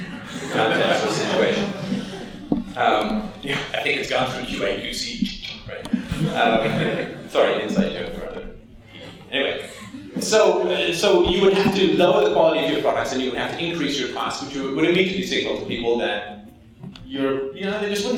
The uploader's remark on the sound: speaks at the 2010 Students for Liberty conference at Drexel University, Philadelphia, Oct 9 2010